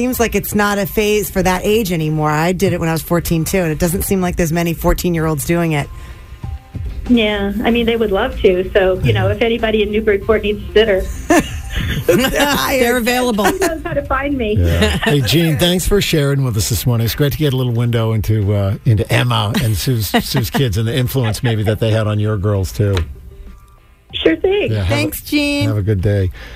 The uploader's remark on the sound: Morning MAGIC. Called.